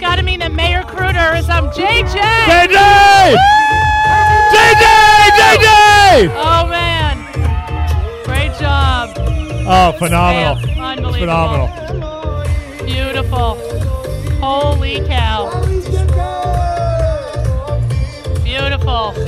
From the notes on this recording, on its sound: Live Remote Alert! Broadcasts with Bike4Chai from Camp Simcha, the World's Greatest Finish Line.